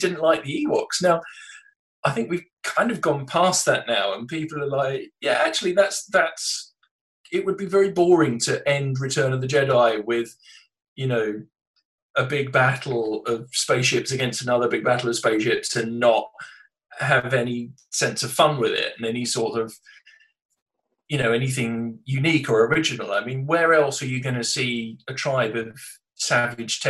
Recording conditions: video call